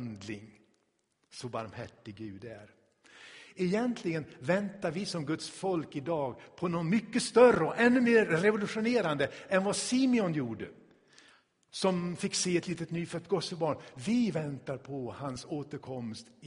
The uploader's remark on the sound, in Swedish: Inspelad i Tabernaklet i Göteborg